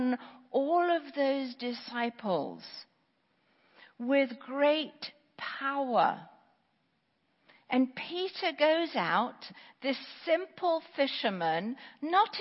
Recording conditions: large echoing room